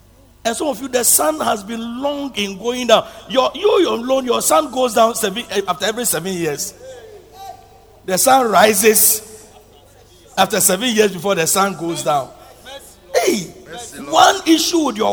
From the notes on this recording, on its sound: Preached at Loyalty House, Abbey, Dahwenya